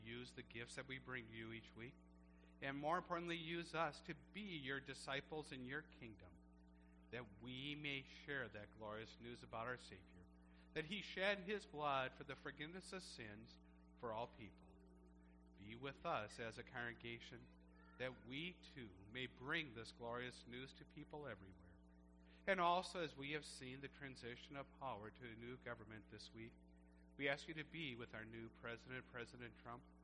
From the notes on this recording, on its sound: Service recorded at Living Water Lutheran Church, Oshkosh, WI.